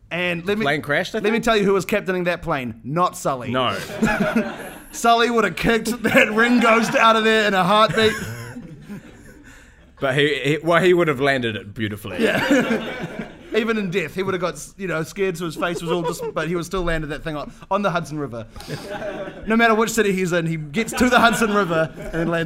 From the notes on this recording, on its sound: Our first live episode!